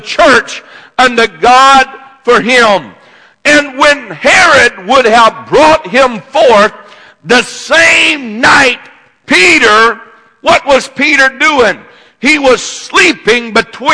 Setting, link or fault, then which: setting, large echoing room